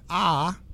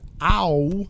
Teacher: the word ah, A-H, is spoken as a monothong, while the word ow is spoken as a diphthong in most dialects.